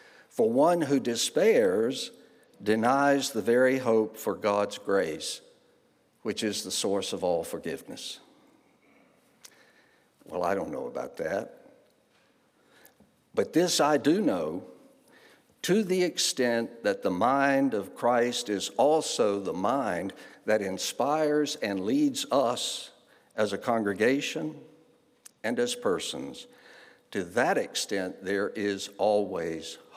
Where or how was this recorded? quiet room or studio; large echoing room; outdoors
large echoing room